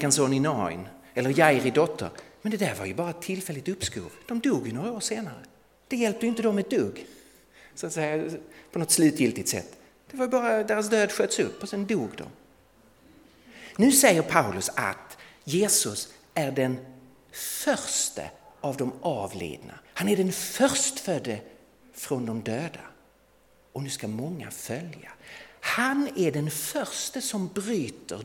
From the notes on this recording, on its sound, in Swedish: Inspelad i Värne Alliansförsamling i Stockholm 2017-01-15.